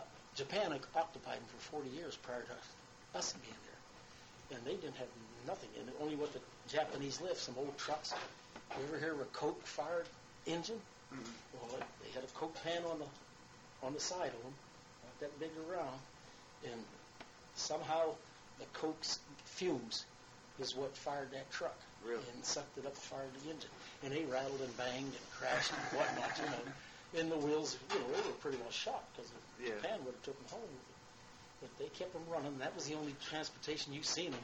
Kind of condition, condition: fault, poor sound quality